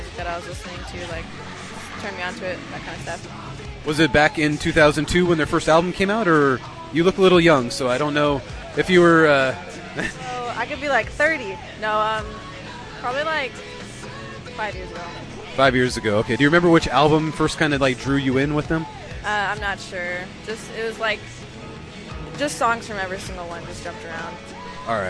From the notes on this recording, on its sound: Recorded outside. We interviewed excited and passionate fans of these bands.